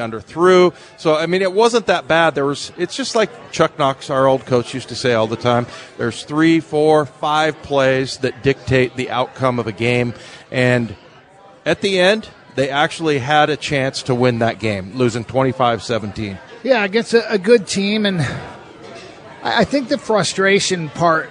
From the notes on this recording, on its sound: sit down live at Pearl Bar and Dining